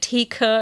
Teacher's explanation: Theke ist eine Pause drin, weil ich bei K nochmal den Luftstrom unterbreche und da meine Stimmlippen nicht schwingen.